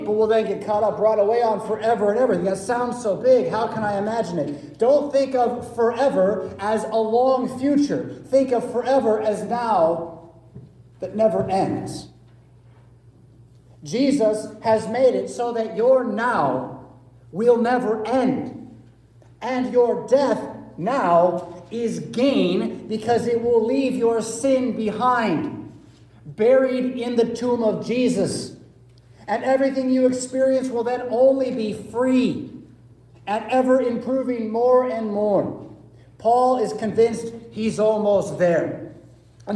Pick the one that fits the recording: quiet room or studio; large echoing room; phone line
large echoing room